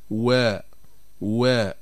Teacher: نبدأ أولا بحرف الواو، وهي غير المادية، وتخرج بانضمام الشفتين إلى الأمام مع ارتفاع أقصى اللسان